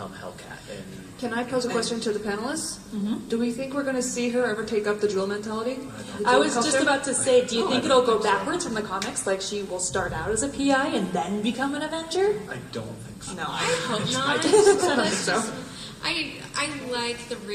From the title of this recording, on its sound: Panel FanX 2016